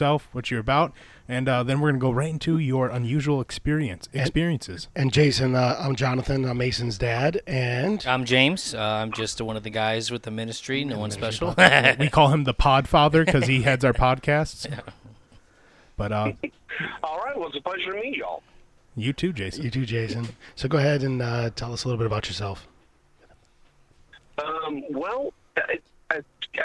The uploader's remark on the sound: on the phone